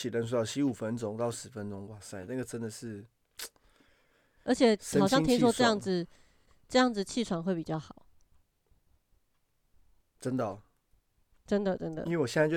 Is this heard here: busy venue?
no